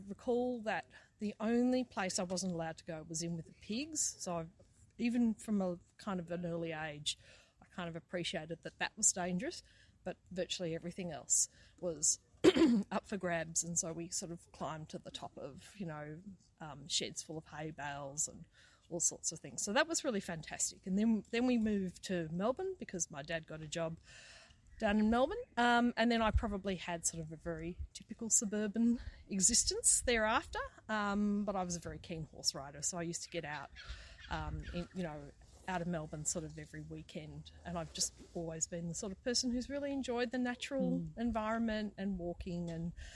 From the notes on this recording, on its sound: A live in action podcast of workshops and interactions with participants and organisers of the event.